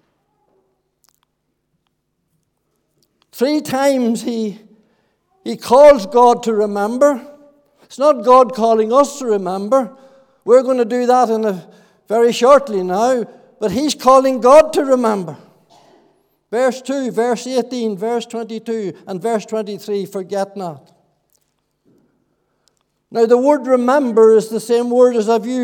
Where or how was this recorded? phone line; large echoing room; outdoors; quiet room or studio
large echoing room